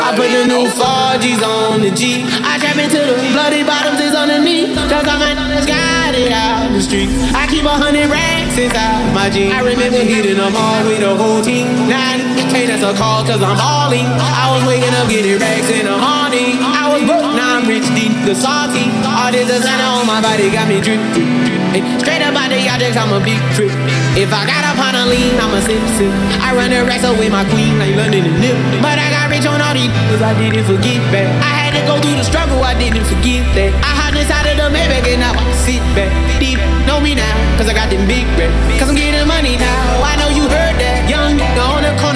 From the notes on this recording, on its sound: SET LIVE RECORDED AT EL SOCIAL KITCHEN GASTRO BAR. SUPER BOWL 2024 SUMMDAY FUNDAY SET.